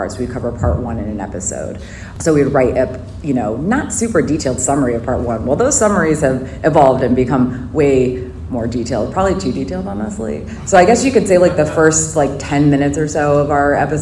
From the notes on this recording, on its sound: Live audio from the Podcasting 101 panel at San Diego Comic-Con 2023. Live audio from the Podcasting 101 panel at San Diego Comic-Con 2023.